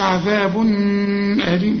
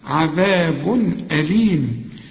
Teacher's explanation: هنا تنوين لكن بعده همزة، الهمزة من حروف الإظهار، كل تنوين بعده همزة زي دي ما تغنش · Shown in: second take · ما تقولش عذاب أليم، لا، عذاب أليم.